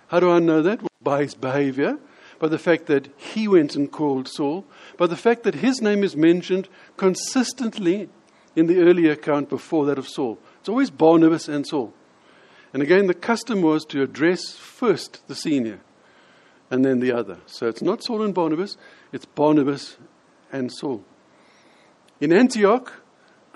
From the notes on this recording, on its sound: In this sermon, delivered at the Lonehill Village Church